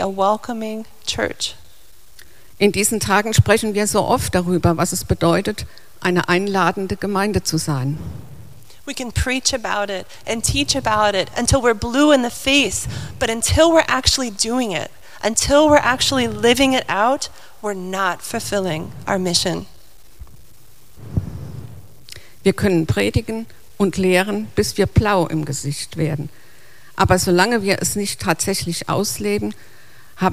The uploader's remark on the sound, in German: Ein Gottesdienst und eine Predigt